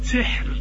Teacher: طب دي قبلها ساكن، ايوه اللي قبلها ساكن ما يديكش حاجه، تسال بقى اللي قبل الساكن، تلاقي السين، السين ما دام مكسوره ترقق الراء عند الوقف